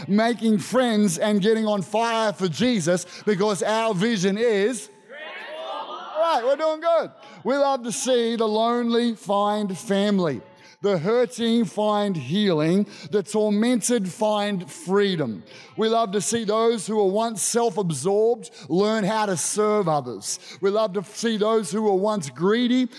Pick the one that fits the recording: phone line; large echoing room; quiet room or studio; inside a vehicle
large echoing room